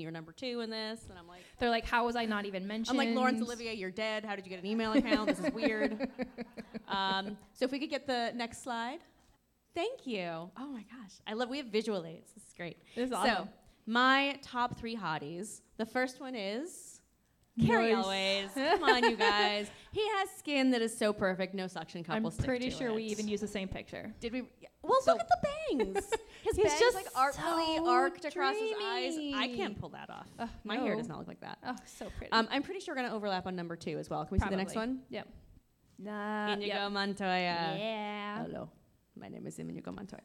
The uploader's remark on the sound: Recorded at The Comedy Studio in Somerville, MA, as part of the Women in Comedy Festival. In front a live studio audience.